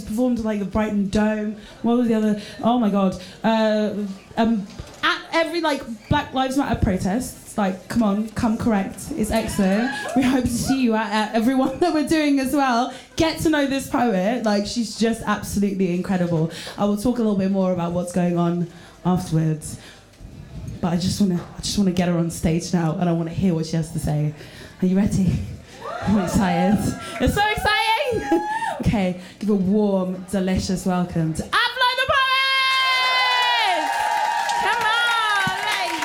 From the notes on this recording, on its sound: It is a recording of a live poetry event in Brighton. Queer The Mic is a glittery community stage for queer & trans poeming. The sound recording of Queer The Mic is by Blue Dot Studios.